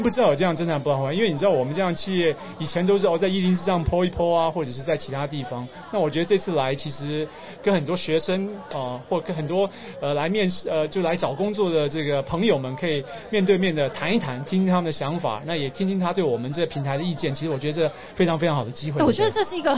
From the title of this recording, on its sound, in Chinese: VISION 2022 臺大校園徵才博覽會-Live Podcast